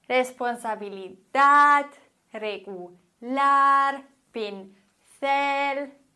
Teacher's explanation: Die Betonung ist auf der letzten Silbe und wir haben keinen Akzent.